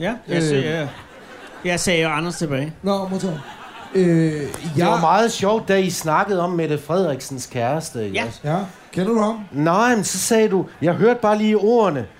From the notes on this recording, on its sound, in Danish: Ugens afsnit er optaget under Folkemødet 2018 på Gæstgivergården i Allinge. Foran en fuldstændig pakket gårdhave evalueres der på Folkemødet.